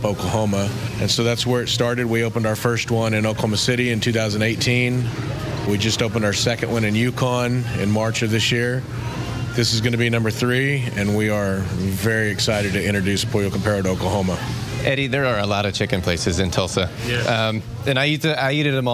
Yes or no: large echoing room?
no